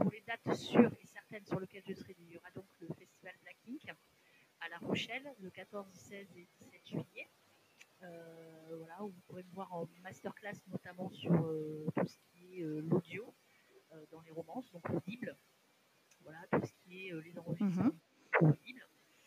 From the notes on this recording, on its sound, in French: La qualité de l'audio de cet épisode n'est pas parfaite. J'ai fait mon maximum au montage.